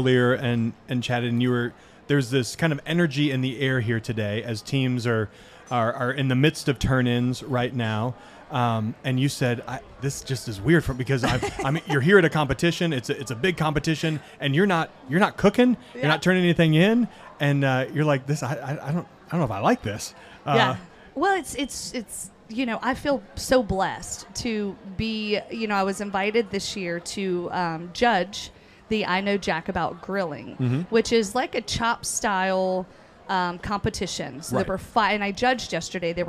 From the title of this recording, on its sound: Live at The Jack